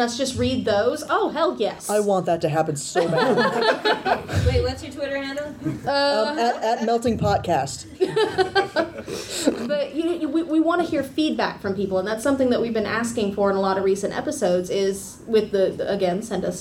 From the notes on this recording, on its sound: Here's the recording of the live audio. Our Balticon 49 live recording. Special thanks to our lovely audience!